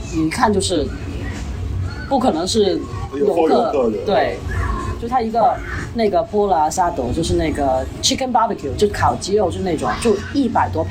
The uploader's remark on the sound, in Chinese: 本期为墨西哥户外录音，搭配旅游热门地夜生活的嘈杂，敬请谅解～